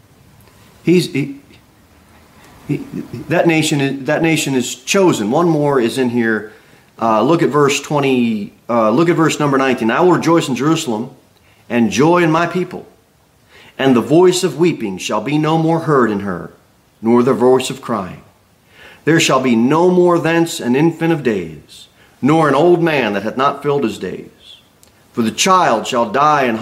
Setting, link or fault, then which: setting, large echoing room